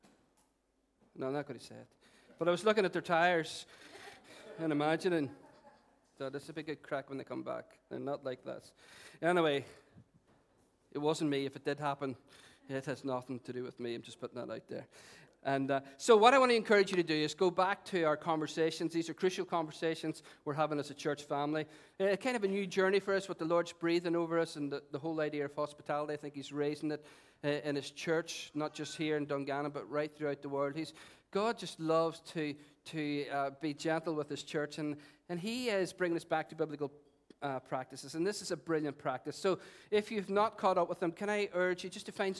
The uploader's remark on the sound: Recorded on 26th August 2018 at our 11am Celebration.